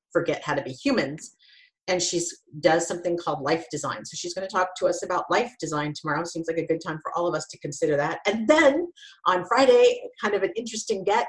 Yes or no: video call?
yes